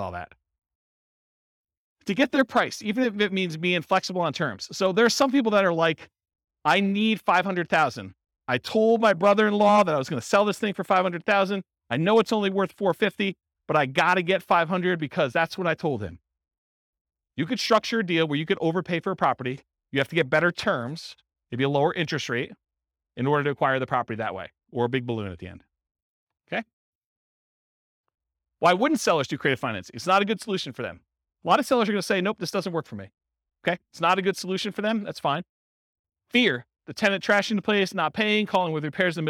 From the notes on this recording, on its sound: In San Bernardino, California. This was a live class recorded.